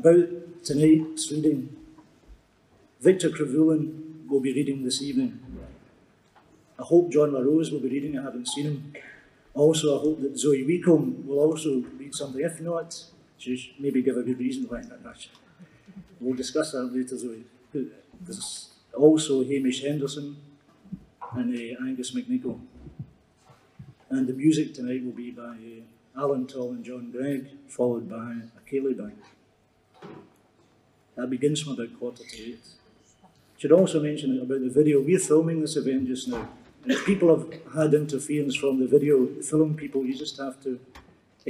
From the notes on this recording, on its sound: The keynote address at the Self-Determination and Power Conference in Glasgow, Scotland. The Self-Determination and Power Conference was organized by an alliance of the Free University of Glasgow, the Edinburgh Review.